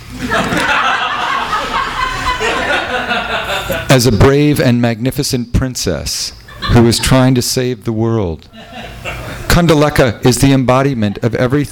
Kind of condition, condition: setting, live audience